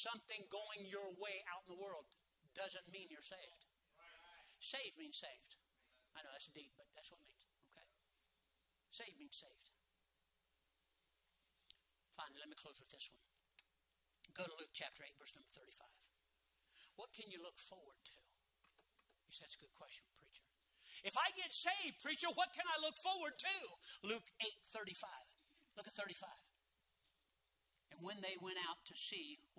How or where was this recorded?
large echoing room